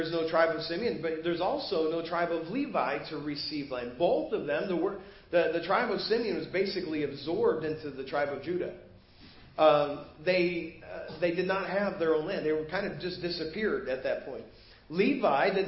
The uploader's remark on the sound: Preached at First Baptist Church of Hazel Park